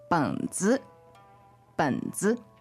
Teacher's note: So that's another third tone, but then a neutral tone following it